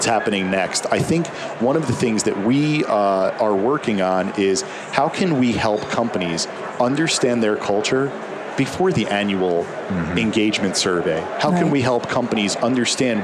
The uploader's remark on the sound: LIVE from Las Vegas, at #HRTechConf